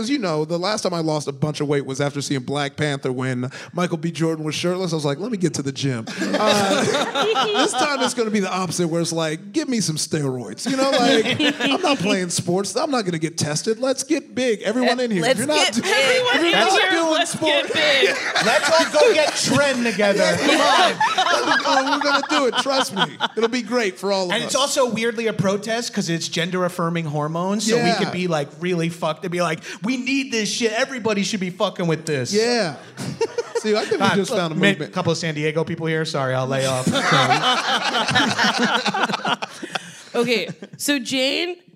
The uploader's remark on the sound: Live at Comic Con. Ok, wow, it’s Headgum’s first ever Comic-Con live event! This special bonus episode taped live at San Diego Comic-Con.